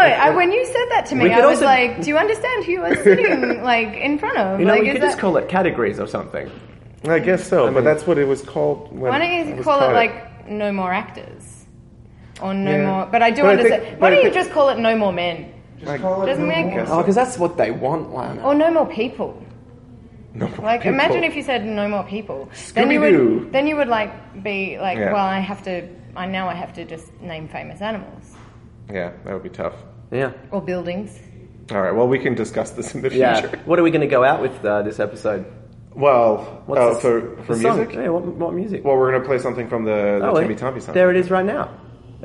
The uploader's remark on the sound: LIVE from Regina Fringe. Coming to you LIVE (at the time) from The Regina Fringe Festival.